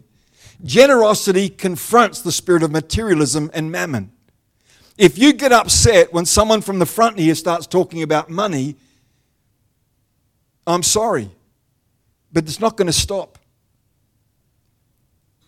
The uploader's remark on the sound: The live stream of Destiny Church Atherton.